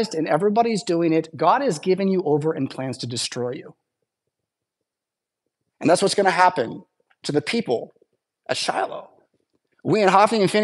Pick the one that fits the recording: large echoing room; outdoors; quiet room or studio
large echoing room